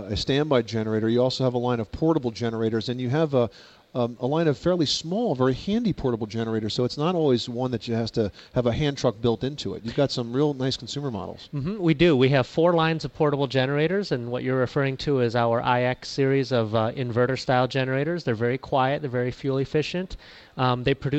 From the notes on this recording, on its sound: Live from the National Hardware Show. Live broadcast from the 2010 National Hardware Show in Las Vegas, Nevada. Interviews with leading manufacturers.